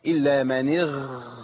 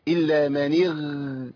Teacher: شوفوا حضراتكم، لو انا الحرف فيه صفر، يعني الغين، لو انا مشيت نفس الغين انقلبت الى خاء · Shown in: first take